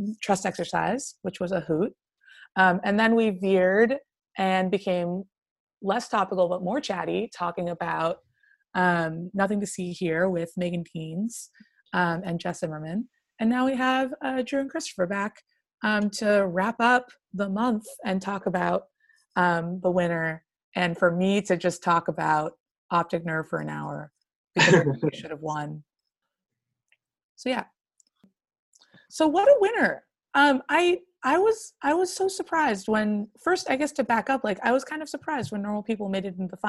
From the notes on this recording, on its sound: Zoom After Hours